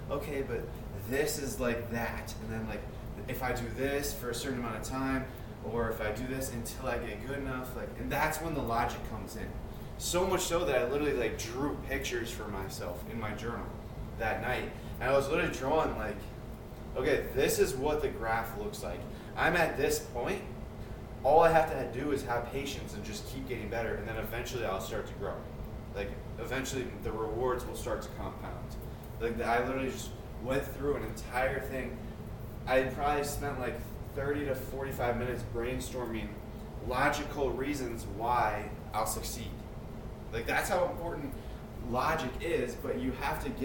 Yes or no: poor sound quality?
yes